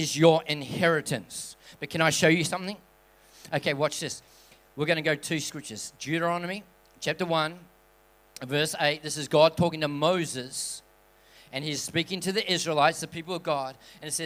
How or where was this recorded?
large echoing room